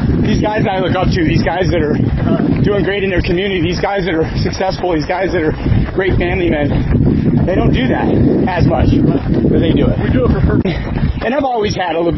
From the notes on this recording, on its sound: This episode was recorded during a half marathon